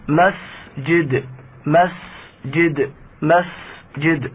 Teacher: هذا السين يأخذ عدة صفات، من الصفات البارزة مثل الهمس، وأيضا يأخذ صفة الصفير